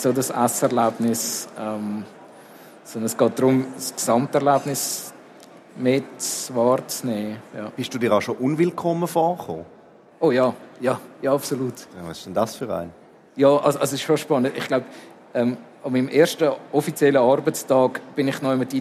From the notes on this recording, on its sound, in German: im Live-Podcast an der Igeho